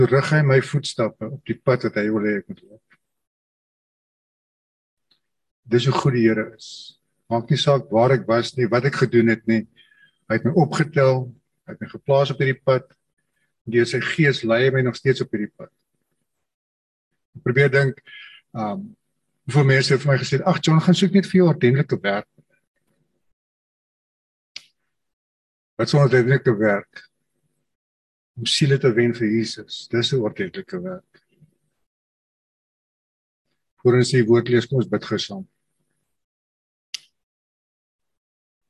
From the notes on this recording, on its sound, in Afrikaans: Manne van die Woord Zoom Byeenkoms